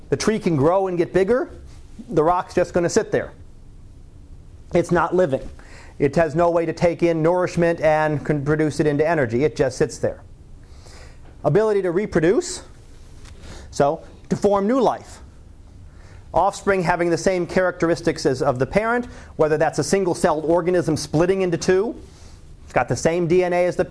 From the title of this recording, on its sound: Live Class Lecture